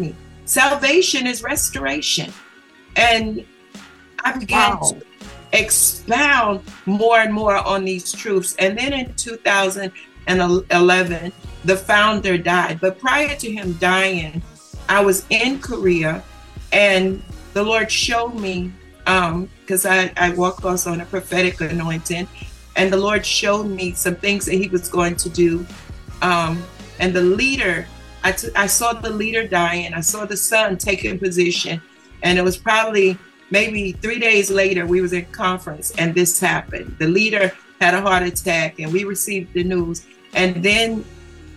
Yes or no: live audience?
no